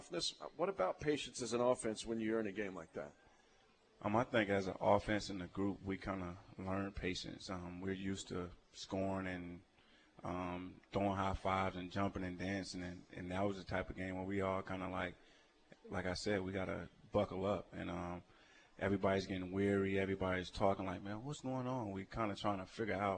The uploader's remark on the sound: broadcasts live from the Hy-Vee Market Grille in Raytown